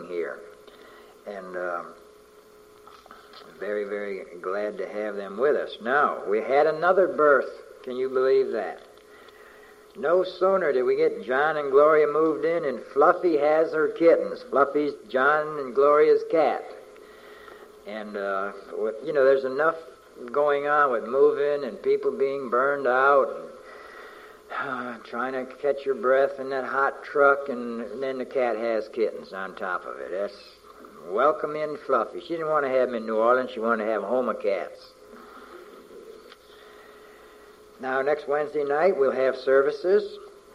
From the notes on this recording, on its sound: From a message preached on May 29, 1988.